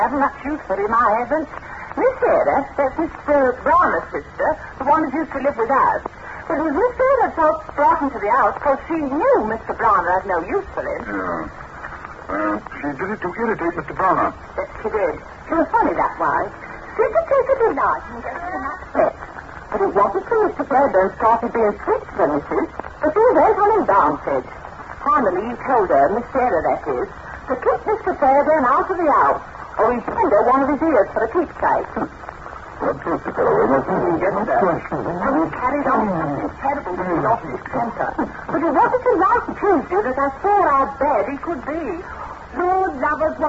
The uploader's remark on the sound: Audio is good, although it goes from a bit staticky at the beginning, to fading to worse by the end.